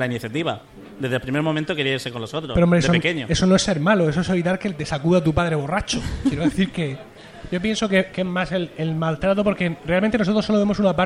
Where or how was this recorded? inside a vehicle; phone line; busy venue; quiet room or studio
busy venue